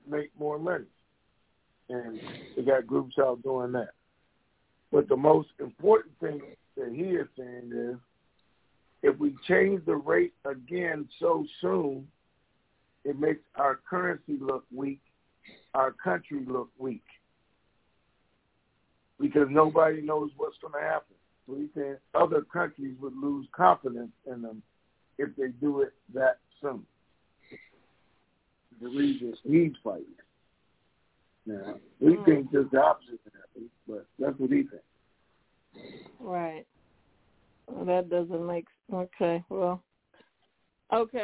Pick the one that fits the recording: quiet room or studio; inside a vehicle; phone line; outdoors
phone line